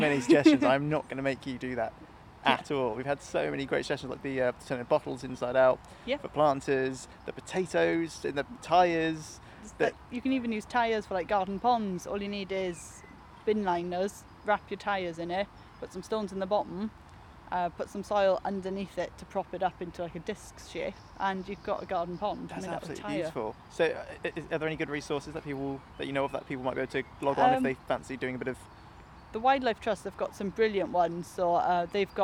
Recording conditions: outdoors